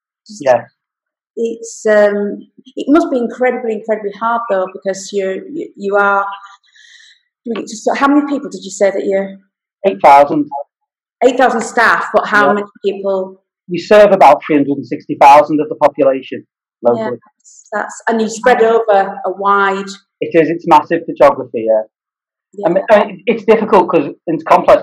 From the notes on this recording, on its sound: This podcast was recorded via Zoom.